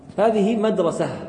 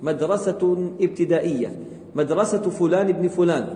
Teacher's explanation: عندما حركت المدرسة صارت تلفظ معي التاء · Shown in: second take · إذن هذه تاء مربوطة.